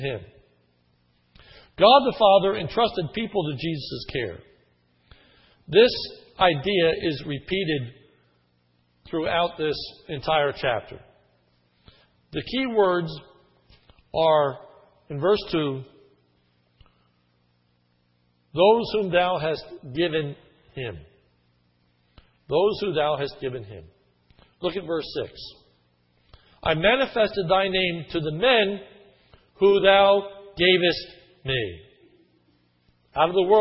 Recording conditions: large echoing room